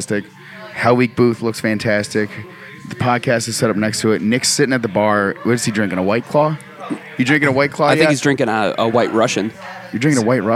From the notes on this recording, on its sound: Live at the Hell-o-ween Event at The Montage Music Hall. Catch interviews with our friends, familiar voices, some randos and a Tarot Reader.